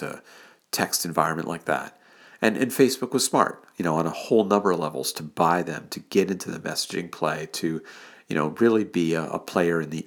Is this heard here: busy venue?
no